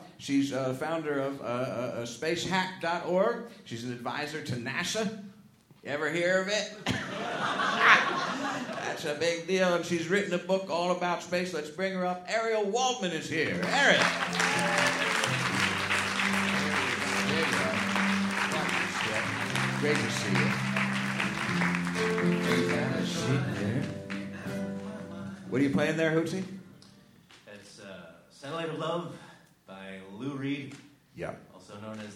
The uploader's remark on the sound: Live at SF Sketchfest